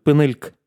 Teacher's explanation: редукция гласных будет настолько сильной, что даже после «к» последний гласный иногда он будет отсутствовать «пенельк». Вот, то есть будет только выдох в качестве реализации гласного.